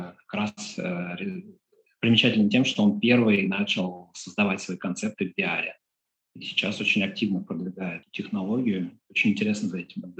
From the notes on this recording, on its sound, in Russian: Запись сделана в рамках телемоста Москва-Питер, за «нестудийное» качество звука в этом выпуске приносим свои извинения.